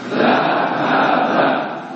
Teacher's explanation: cara membaca huruf H yang keluarnya dari tenggorokan bawah